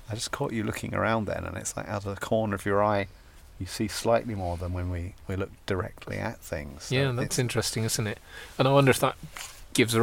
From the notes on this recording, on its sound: Sat in a final fragment of Dunwich’s 10th century Greyfriars Monastery, near a single tombstone of All Saints Churchyard, we record this podcast at night in one of the “most haunted places in England”.